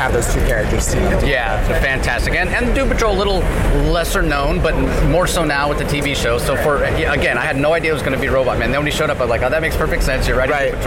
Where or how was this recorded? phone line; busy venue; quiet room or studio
busy venue